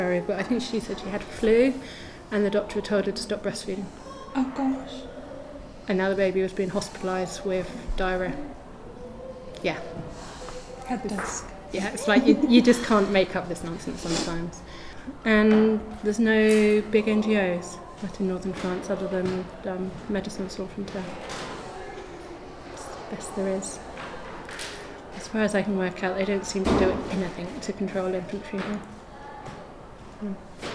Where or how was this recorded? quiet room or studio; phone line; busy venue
busy venue